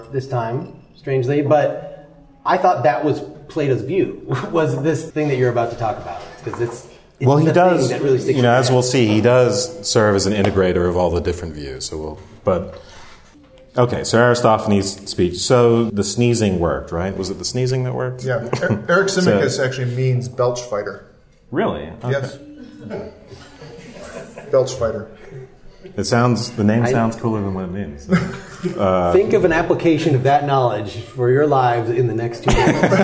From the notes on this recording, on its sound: Plato’s Symposium Live Celebration! Our big live episode (also on video).